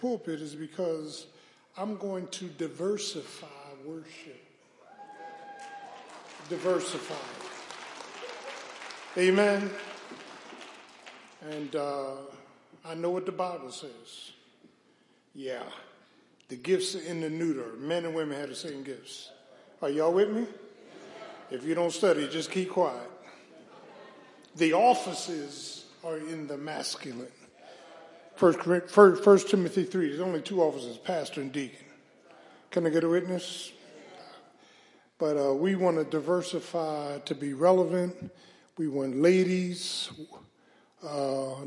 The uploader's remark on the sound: Matthew's Baptist Church Sunday Morning Live Stream